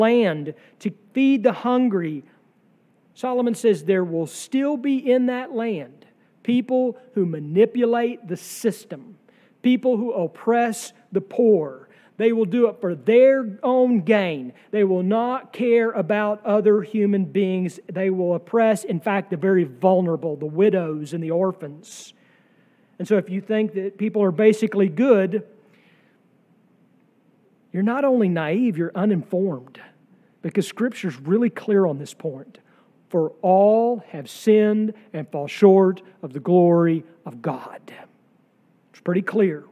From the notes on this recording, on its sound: sermon from our worship service on July 9, 2023